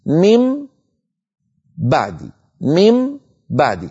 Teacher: أطبق الشفتين على الميم المقلوبة عن نون ثم أباعدهما عن باء أتت بعد ذلك. ميم بعدي ميم بعدي، كل ما زاده القرآن الكريم والذي وصلنا عن رسول الله تطويل هذه الغنة مطها.